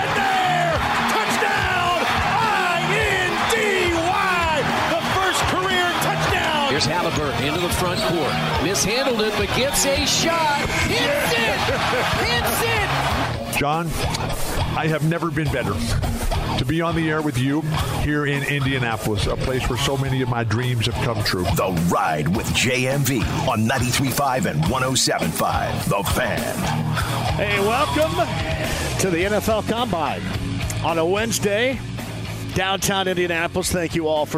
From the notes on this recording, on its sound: LIVE from the NFL Combine!